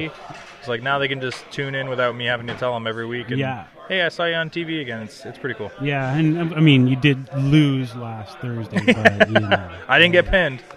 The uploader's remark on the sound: live at their Forever Causing A Ruckus event